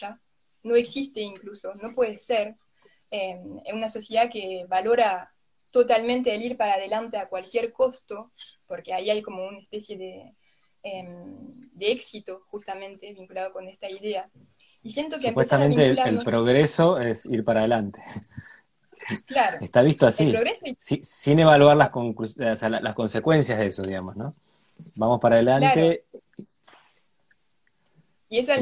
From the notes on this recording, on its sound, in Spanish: Audio de la charla en vivo por Instagram